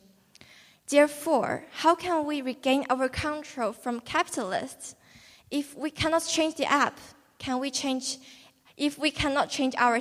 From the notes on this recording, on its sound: The new WellingTEN assembly performances recorded in the theater on the 22nd of October 2021.